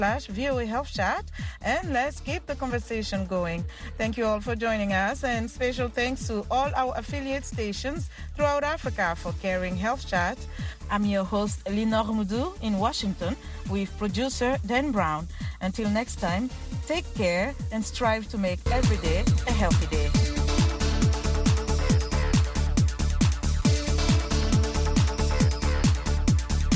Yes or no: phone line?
yes